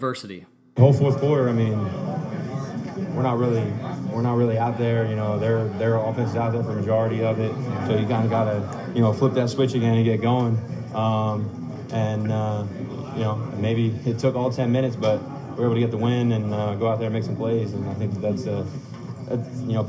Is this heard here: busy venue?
yes